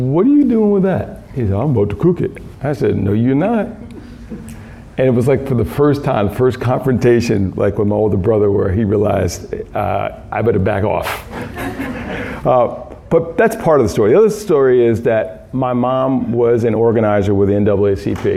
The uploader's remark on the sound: Key Note delivered at a Food Justice Symposium, March 30, 2019, Phillips Academy Andover, Massachusetts